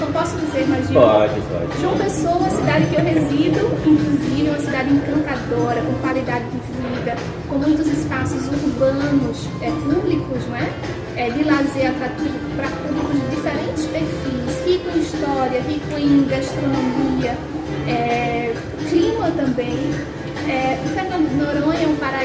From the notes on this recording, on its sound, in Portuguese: Confira este episódio que foi gravado no Recife durante a convenção dos franqueados da Clube Turismo.